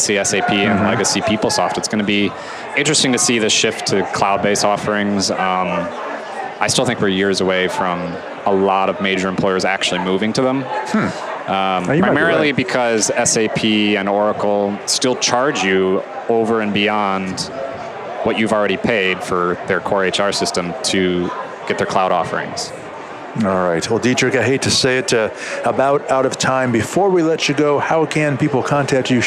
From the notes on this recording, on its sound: LIVE from Las Vegas, at #HRTechConf.